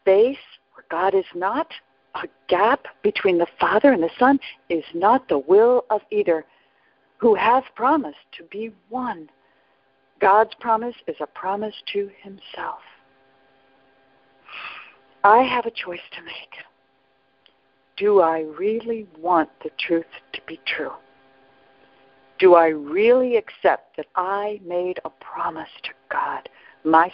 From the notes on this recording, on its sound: ACIM Daily TEXT Conference Call